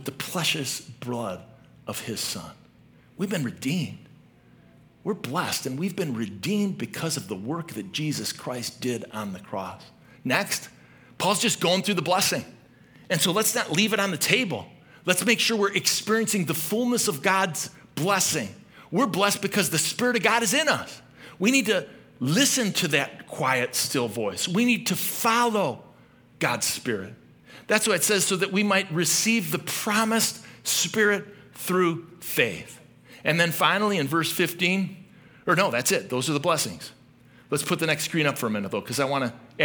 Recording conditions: large echoing room